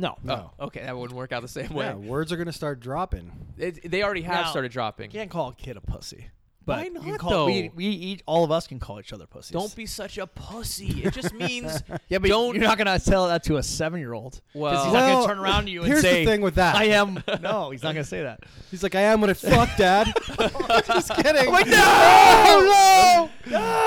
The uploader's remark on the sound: LIVE FROM WADES WINES